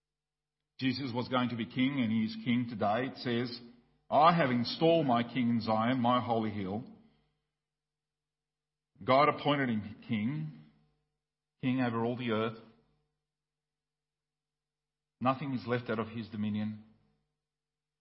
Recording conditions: large echoing room